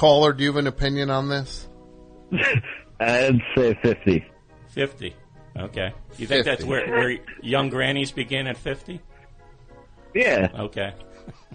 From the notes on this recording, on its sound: Recorded immediately after the May 26th 2015 program. Completely unscreened phone calls moving at a rapid fire pace!